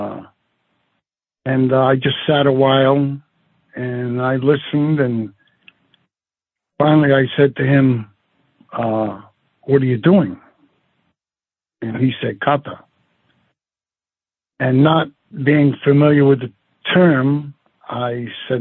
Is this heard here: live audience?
no